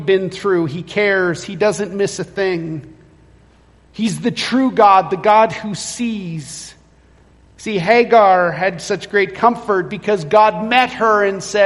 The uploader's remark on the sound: Recorded at Renfrew Baptist Church, Calgary